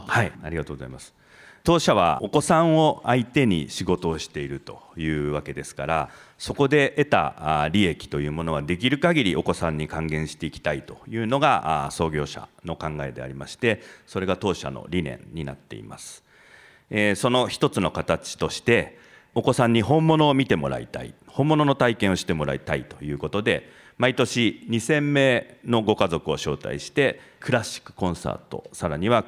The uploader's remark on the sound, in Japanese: 2019年1月19日、東京・三田の建築会館で行われた「ラジオNIKKEI 相場の福の神 注目企業ＩＲセミナー」から